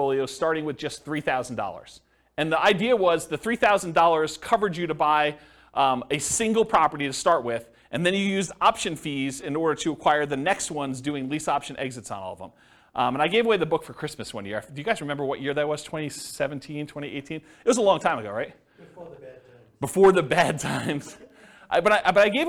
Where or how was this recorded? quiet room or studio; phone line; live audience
live audience